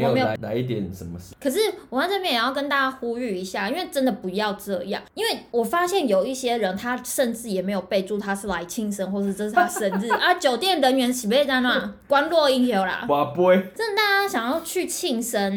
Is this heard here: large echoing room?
no